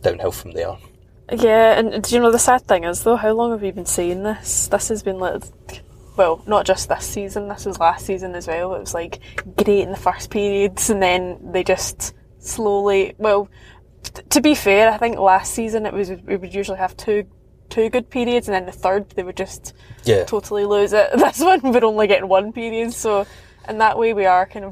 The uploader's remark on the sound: A podcast from the car this week.